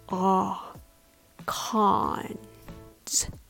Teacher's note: The vowel here is the open back vowel, ah, like in the word father, ah, cons. Take note, this vowel is different from the vowel in pros.